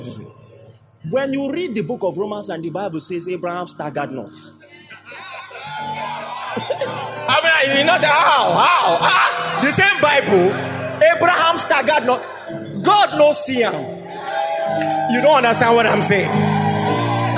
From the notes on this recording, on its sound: A powerful sermon delivered. During Gracemade Christian Center's Grace Conference, commemorating the church's 5th Anniversary.